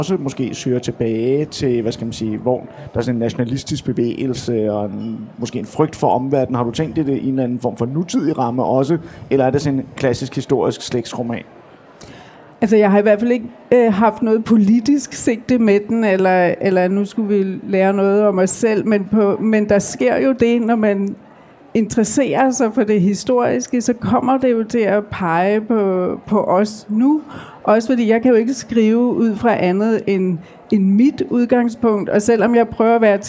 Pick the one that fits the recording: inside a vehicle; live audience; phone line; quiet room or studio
live audience